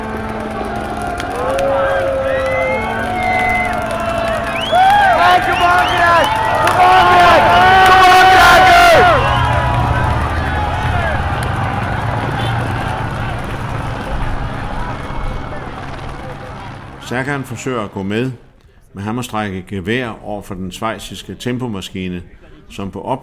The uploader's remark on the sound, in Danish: Hør blandt andet stemningsmættet lyd fra Oude Kwaremont.